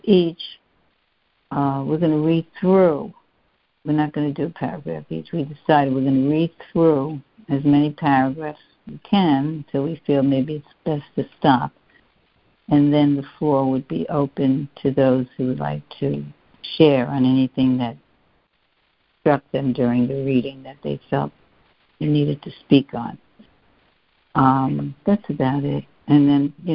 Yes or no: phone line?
yes